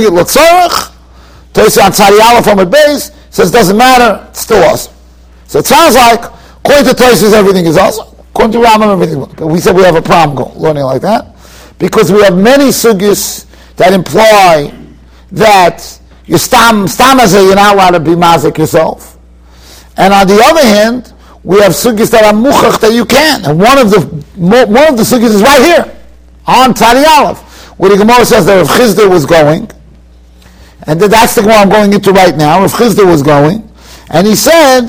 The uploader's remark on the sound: Shiur recorded in Yeshivas Ohr Reuven, Monsey, NY.